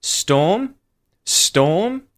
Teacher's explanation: And again on the last word, storm, storm, storm, rising intonation.